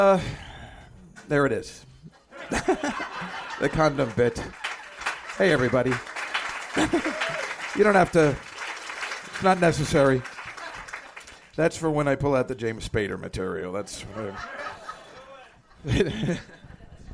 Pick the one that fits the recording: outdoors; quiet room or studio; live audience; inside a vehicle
live audience